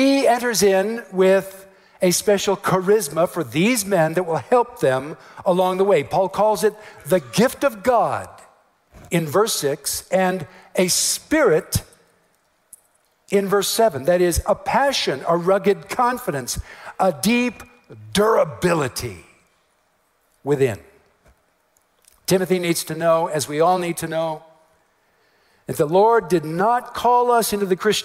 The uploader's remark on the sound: message at TGC's 2018 West Coast Regional Conference